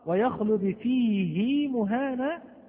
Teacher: قرأ حفص بصلة الهاء مع أنها وقعت بين ساكن ومتحرك